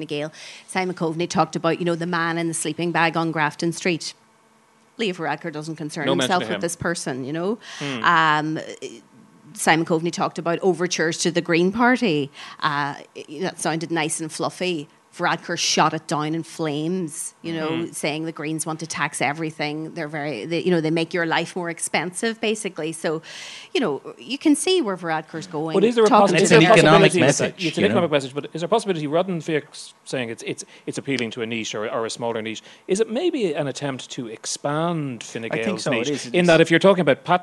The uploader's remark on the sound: Live at the Dublin Podcast Festival. In front of a live audience at The Workman's Club in Dublin.